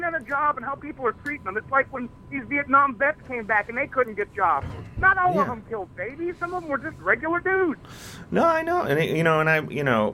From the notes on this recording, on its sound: Tonight the guest is you the listener. Talks on the phone.